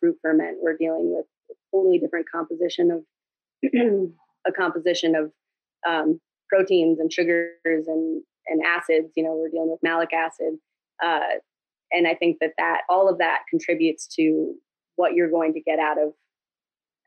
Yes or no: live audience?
no